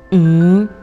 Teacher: 就是我们用鼻子发这个音，但是我们口是不用闭上的 · Term: 鼻音